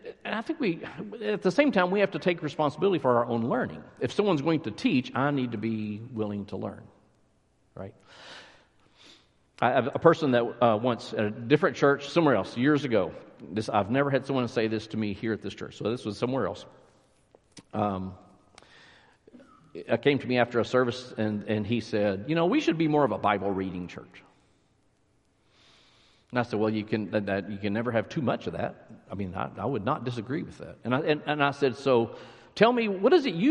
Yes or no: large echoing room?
yes